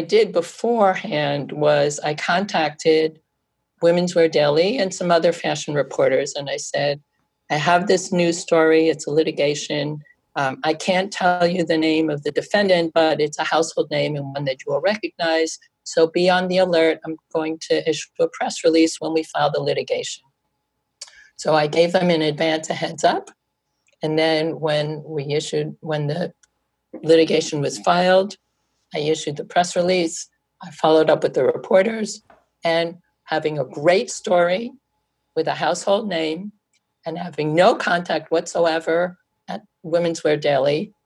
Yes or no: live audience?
no